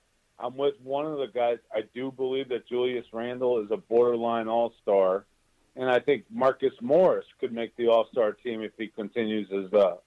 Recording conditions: phone line